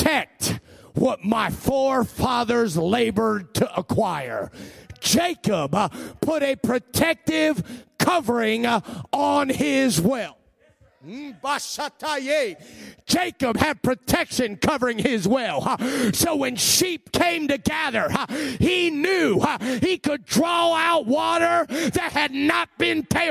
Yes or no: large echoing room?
yes